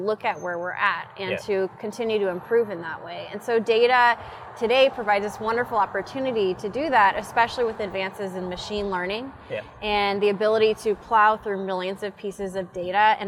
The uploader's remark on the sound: Recorded outside.